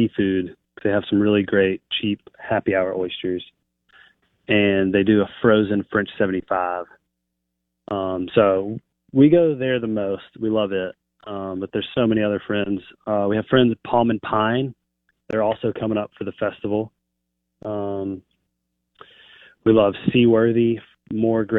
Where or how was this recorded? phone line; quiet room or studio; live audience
phone line